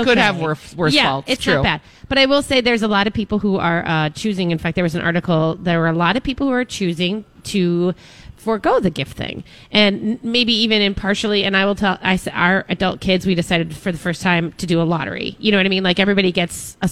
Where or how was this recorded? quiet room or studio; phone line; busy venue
busy venue